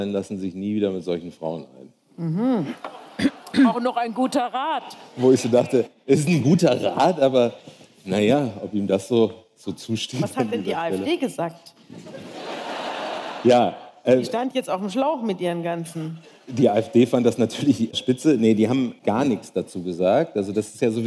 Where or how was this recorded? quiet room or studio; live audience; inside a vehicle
live audience